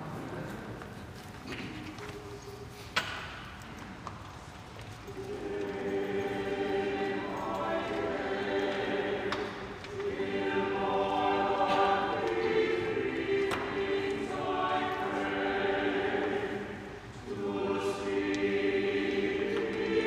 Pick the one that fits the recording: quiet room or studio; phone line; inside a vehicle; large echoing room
large echoing room